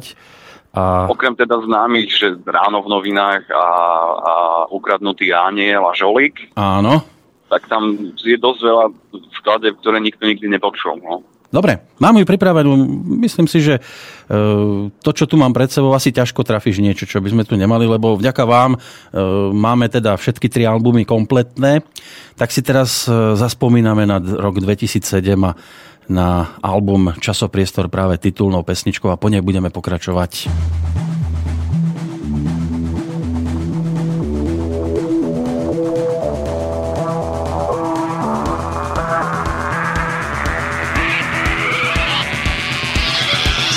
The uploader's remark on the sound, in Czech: Telefonický rozhovor.